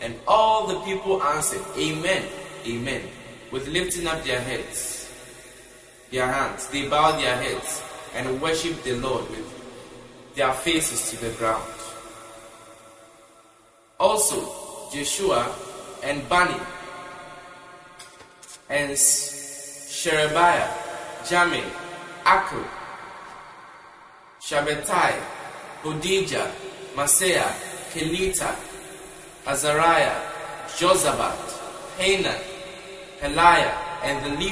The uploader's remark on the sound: Preached at the TJOTLIMS Conference 2023 at the Love Arena, Accra.